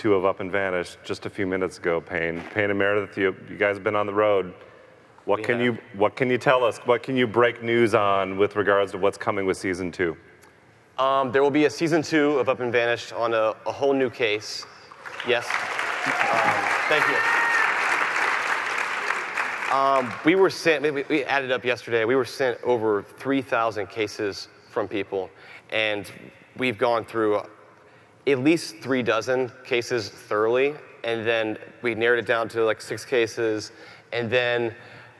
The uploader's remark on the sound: Live from CrimeCon 2018